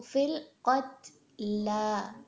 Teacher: قاف تو ہیوی ہے لیکن تا کو ہم نے سافٹ ہی رکھنا ہے